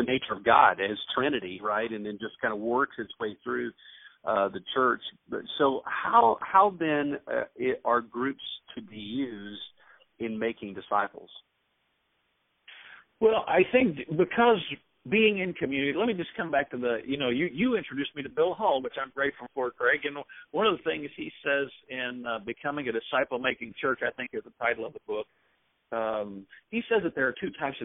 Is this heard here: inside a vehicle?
no